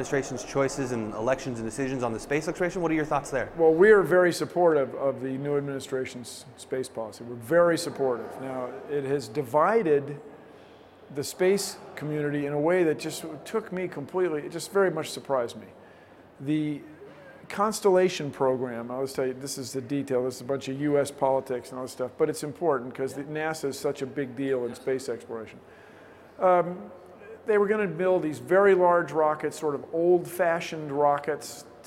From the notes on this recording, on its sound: at the recent Science and Engineering Festival